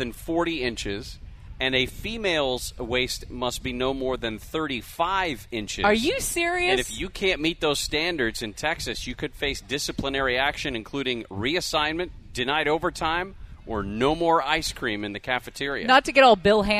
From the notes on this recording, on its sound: We are LIVE from the Great Pacific Airshow in Huntington Beach all day today!